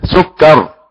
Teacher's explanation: سكر فيها كاف مشددة، فيها نبرة مشدد